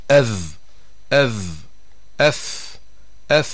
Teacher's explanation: بخلاف حرف الذال وحرف الثاء فإن أقصى اللسان لا يرتفع، ولسان المزمار لا يرجع إلى الوراء، فلا يضيق الحلق، وتخرج الذال والثاء مستفيلة، نعني بذلك مرققة